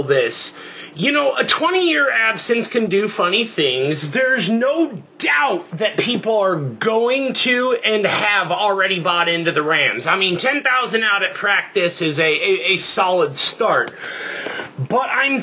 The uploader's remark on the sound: There were audio issues with this particular interview. We had to do the interview in an unorthodoxed, but still functional manner.